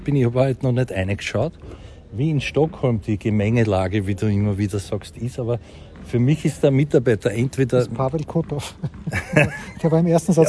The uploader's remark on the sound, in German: Live vom Trainingscourt in der Wiener Stadthalle.